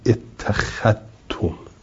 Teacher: زال رو تو ته ادغام میکنه، دلیلش اینه که ان مخرج زال قریب من مخرج تا، زال و تا مخرجشون به هم نزدیک.